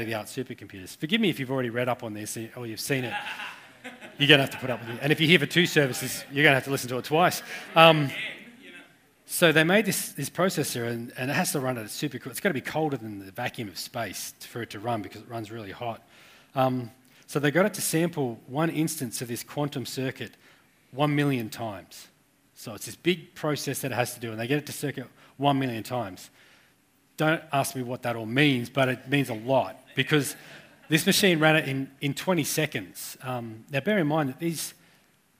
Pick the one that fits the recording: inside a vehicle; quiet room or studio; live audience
live audience